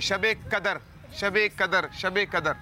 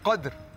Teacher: तो ये दाल के ऊपर जज्म था, लेकिन हमारे साथ भाई इसको बार बार ज़बर पढ़ते रहे · Shown in: second take · शबे कदर, शबे कदर, तो शबे भी नहीं होता, शब है ना, बाकी नीचे ज़ेर तजदीद नहीं है।